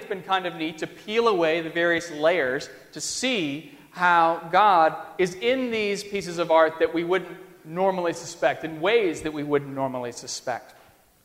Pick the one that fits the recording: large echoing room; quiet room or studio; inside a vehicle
large echoing room